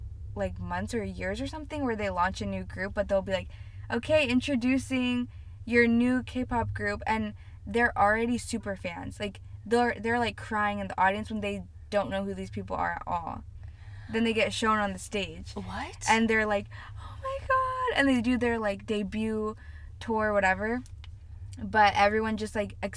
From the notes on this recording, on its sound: We are in the car next to a Starbuck's Drive Thru after all.